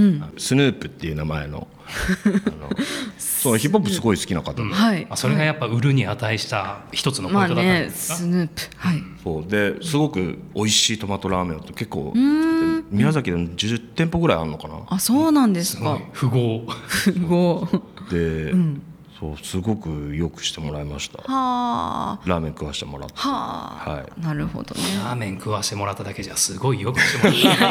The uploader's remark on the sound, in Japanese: 公開収録